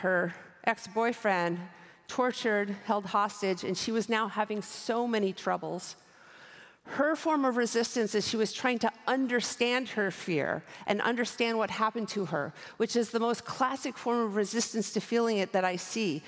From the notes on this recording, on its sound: recorded at the 2023 Oslo Freedom Forum